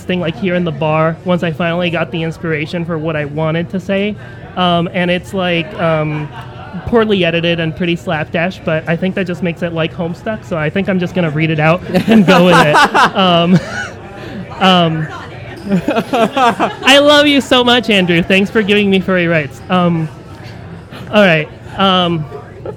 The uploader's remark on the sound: Recorded live at the Guildhall Bar in Burbank, California.